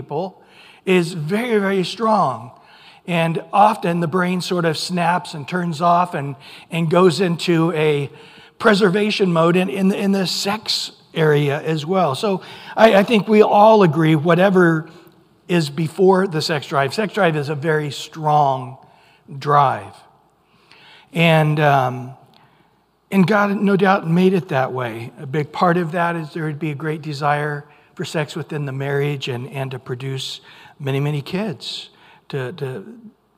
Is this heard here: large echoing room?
yes